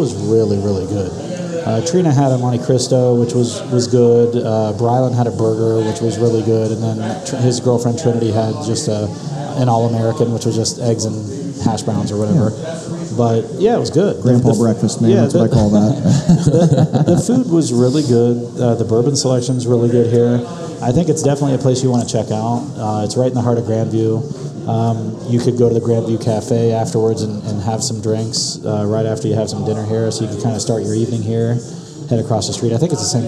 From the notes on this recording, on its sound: sit down live at Cafe Round II in Grandview